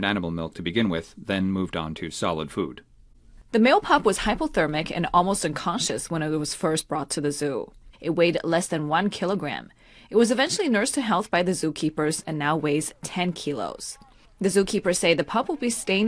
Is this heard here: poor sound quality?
no